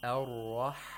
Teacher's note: Okay, the first verse of this surah, Ar-Rahman, the Ha, is very important to pay attention to, because Ha has a special characteristic which is called Buha, And it really has to do with the place of articulation of ha, which is the pharynx. And you have to narrow down the pharynx wall in order to pronounce this fricative, this weak fricative.